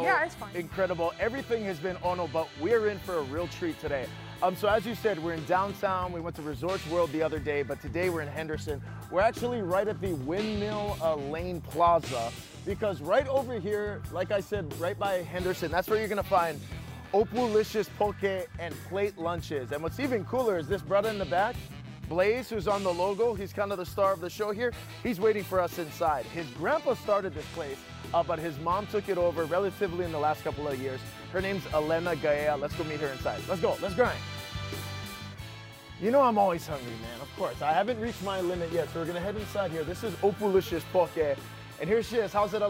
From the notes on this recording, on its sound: We're live at Opulicious Poke & Plate Lunch in Vegas and in the HI Now kitchen.